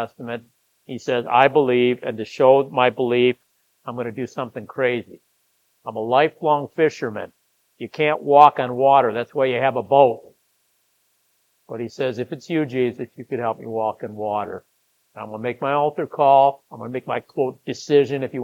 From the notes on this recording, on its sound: Was preached at Grace of God Lutheran on August 13, 2023.